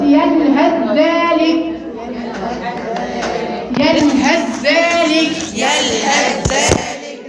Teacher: الثاء فيها همس والذال فيها جهر والجهر اقوى من الهمس فبالتالي الذال اقوى فدخلت الضعيف في القوي فقلت يلهث ذلك يلهث · Term: اضغام